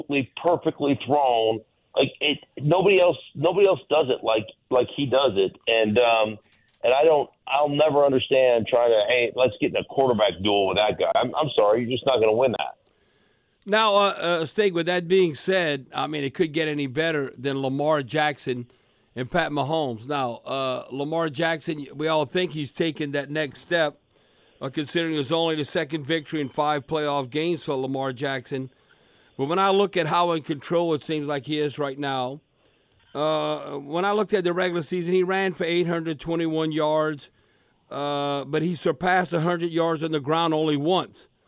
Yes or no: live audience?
no